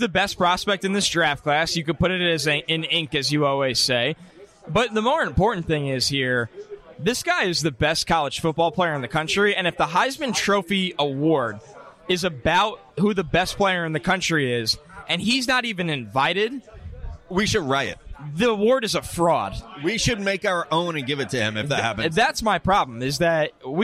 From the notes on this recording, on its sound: Live from London. Live from O'Neill's pub in London.